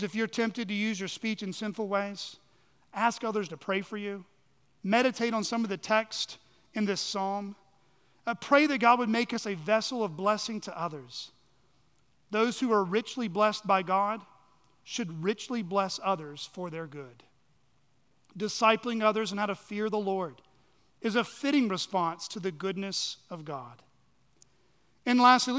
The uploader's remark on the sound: on the morning of June 11, 2023, at Chaffee Crossing Baptist Church in Barling, AR.